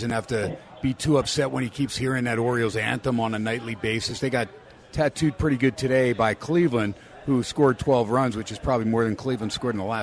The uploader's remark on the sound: "Live" from #SteinersPub in Las Vegas.